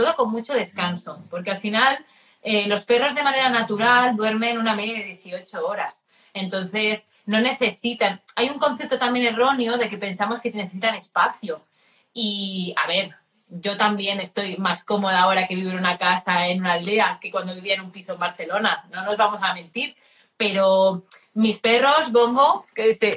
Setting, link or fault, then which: link, video call